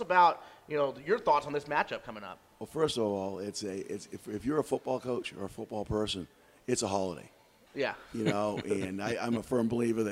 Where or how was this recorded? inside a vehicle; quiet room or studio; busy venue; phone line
busy venue